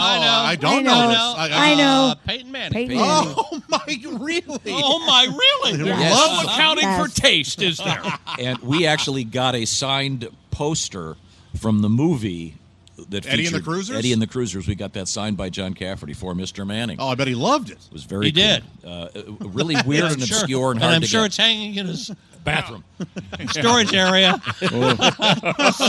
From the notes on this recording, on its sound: we are live from the Indianapolis Motor Speedway